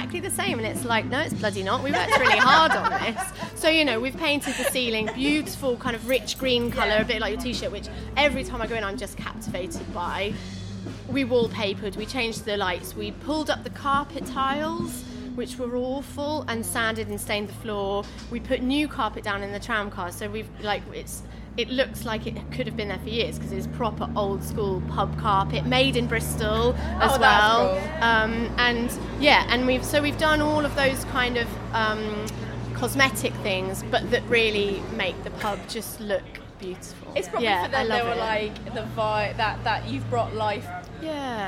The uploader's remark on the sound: While at Bristol Craft Beer Festival.